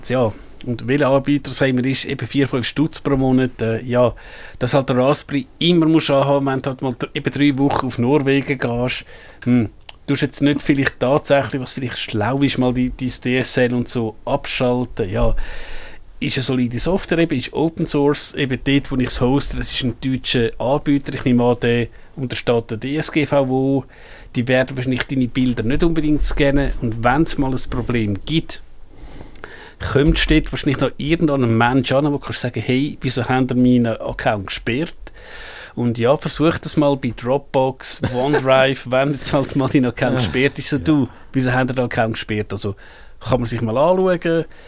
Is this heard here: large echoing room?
no